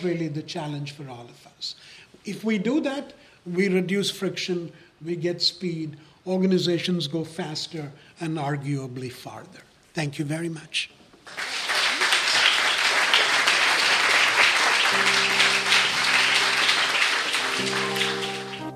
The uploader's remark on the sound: At the end of our live recording of the final FRICTION episode